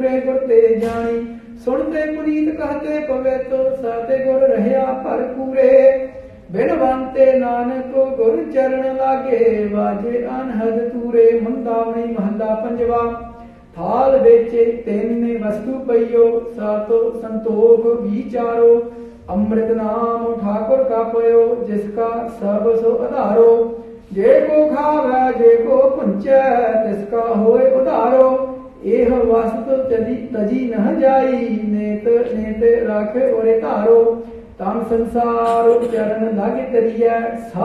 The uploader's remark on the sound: Live - Gurdawara Jot Parkash Sahib: 2019 Barsi Smagam